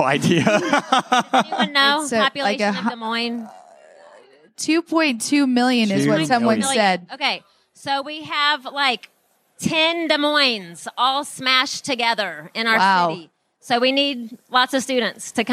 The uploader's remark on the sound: Live From Conference: International Mission Board.